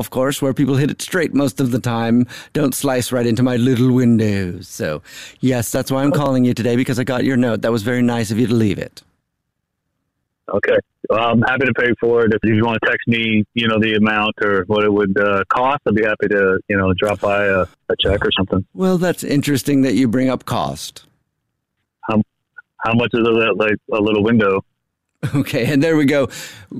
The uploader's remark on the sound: wake up with The Jubal Show, phone prank style